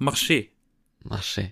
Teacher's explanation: Man schreibt es, man schreibt es mit, am Ende mit ER. Aber das R, das spricht man nicht, man macht marché.